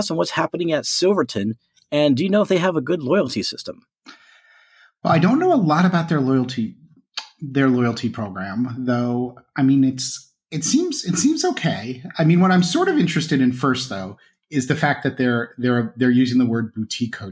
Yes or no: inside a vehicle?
no